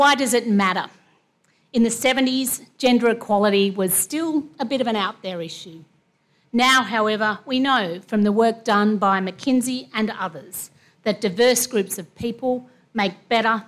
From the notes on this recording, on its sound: delivers the keynote address at the 2022 Nuffield Awards Gala dinner